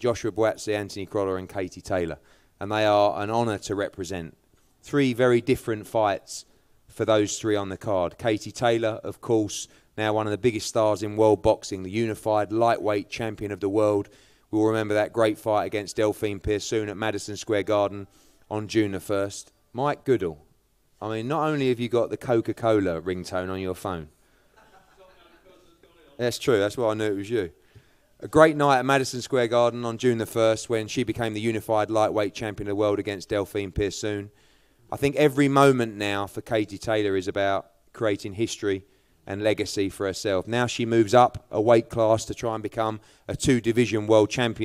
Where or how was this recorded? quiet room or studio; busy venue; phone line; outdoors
busy venue